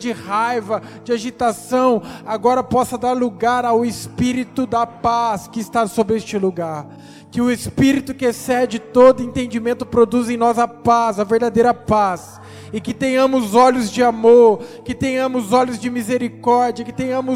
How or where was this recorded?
large echoing room